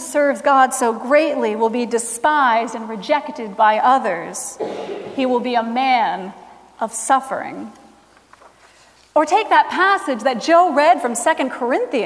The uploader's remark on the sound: Recorded Feb 26, 2017 at Trinity Presbyterian Church in Bibxy, Okla.